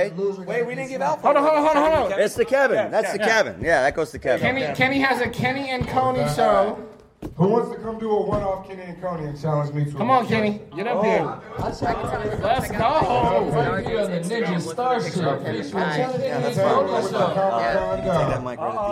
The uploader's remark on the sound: Power Rangers Movie Panel Live from 2017 Lexington Comic Con.